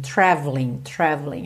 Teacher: E traveling, você não fala o E do traveling, traveling, traveling, ok?